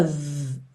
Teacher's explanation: E of, essa outra preposição muito parecida, mas que tem um F só, e o som dela é of, com um sonzinho de V